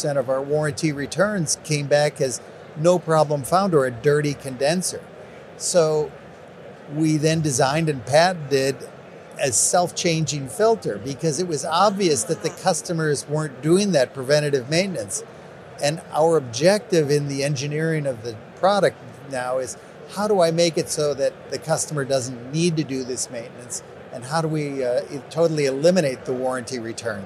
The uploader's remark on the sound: MJBizCon on-site interview